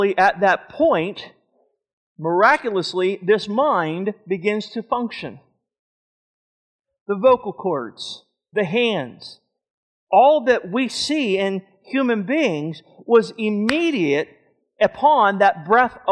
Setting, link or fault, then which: setting, large echoing room